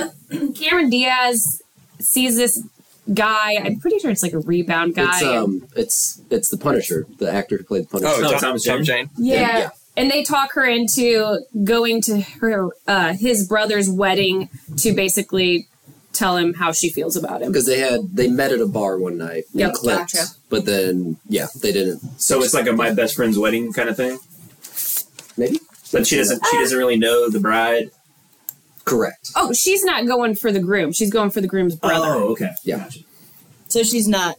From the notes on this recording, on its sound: Apologies for the audio quality.